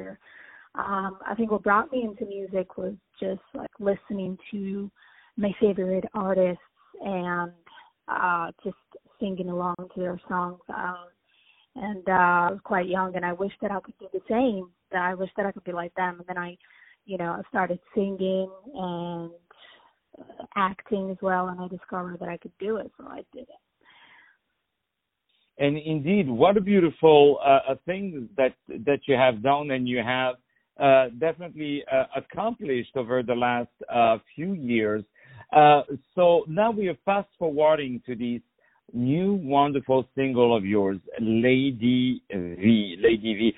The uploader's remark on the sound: On the phone